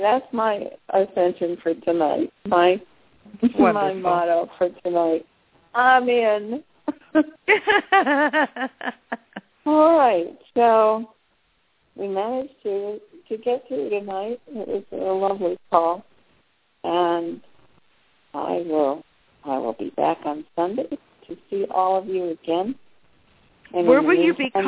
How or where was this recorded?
phone line